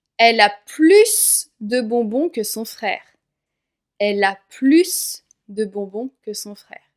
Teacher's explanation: Elle a plus de bonbons que son frère. Je prononce le S car il y a de juste après.